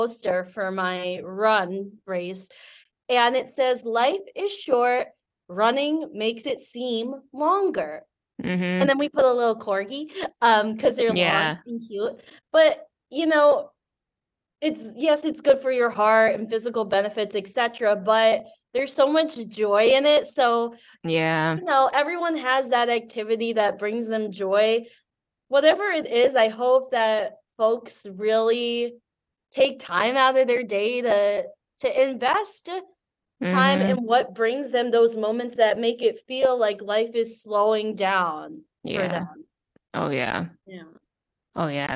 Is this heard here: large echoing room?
no